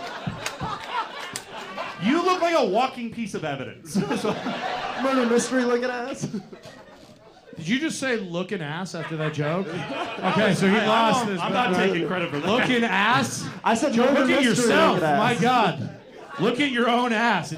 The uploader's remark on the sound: Recorded September 2022 at the Lincoln Lodge in Chicago, IL